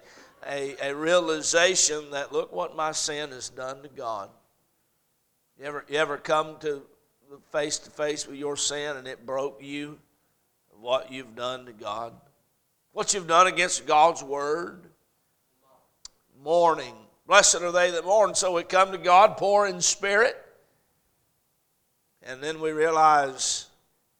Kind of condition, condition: setting, large echoing room